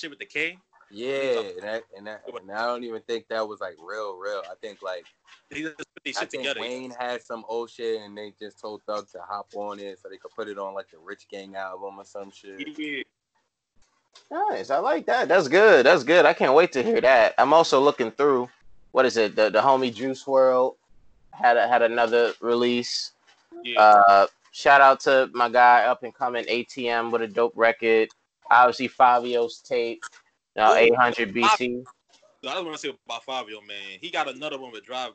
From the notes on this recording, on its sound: We had to scrap at least 20 minutes of material due to the poor audio quality from Skype.